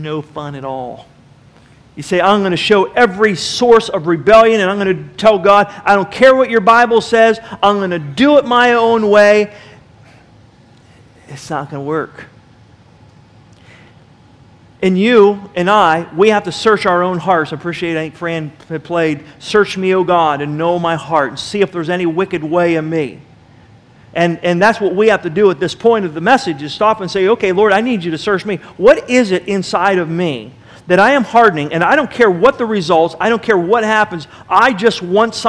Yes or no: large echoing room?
yes